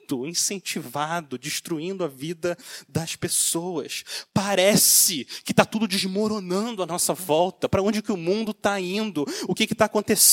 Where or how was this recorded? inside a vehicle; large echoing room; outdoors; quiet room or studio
large echoing room